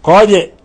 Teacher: قد قلقلنا الدال لأنها من حروف قطب جد